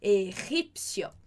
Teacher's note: O G, esse como se estivesse dando uma escarrada mesmo na garganta aqui.